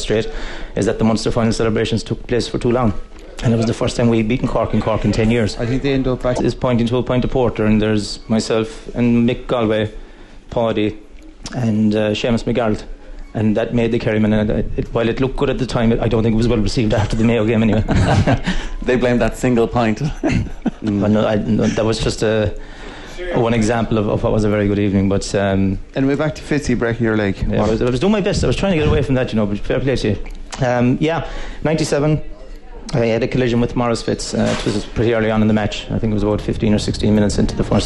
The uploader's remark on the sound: The Panel was broadcast live from the 24th Annual Comortas Peile.